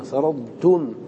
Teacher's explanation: نعم هذه لا إضغام فيها، تظهر الضاد، تظهر الضاد تظهر عند التاء فيما تقارب، لكن تظهر